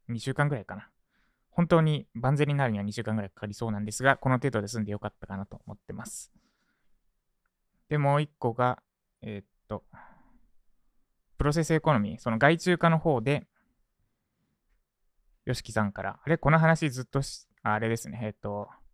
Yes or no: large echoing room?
no